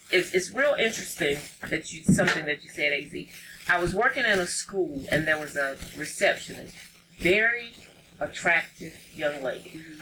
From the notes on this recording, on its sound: We apologize for the static!